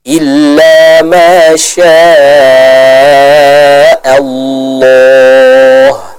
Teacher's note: Contohnya di ayat ke-7 ini, maka kita harus panjangkan 4 sampai 5 harakat, tidak boleh dibaca dengan 2 harakat · huruf lam yang berada pada lafzul jalalah tersebut, itu akan terbaca dengan tebal · Term: mad wajib al-muttasil, menebalkan huruf lamnya